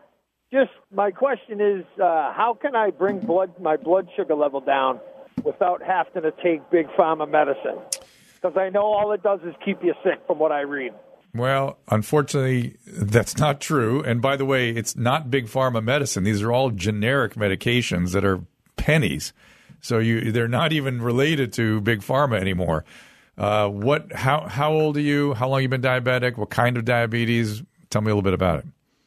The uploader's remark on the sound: taking some listener phone calls